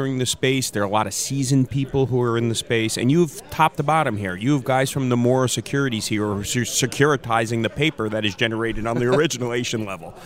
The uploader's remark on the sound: Lauderdale Florida from the floor of the Pitbull conference.